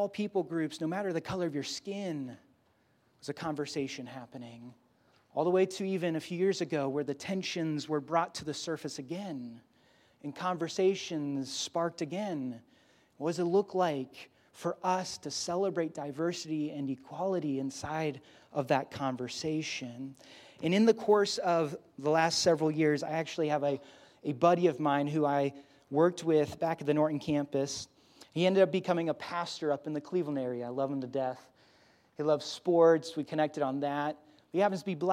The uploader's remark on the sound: Grace Church Barberton Campus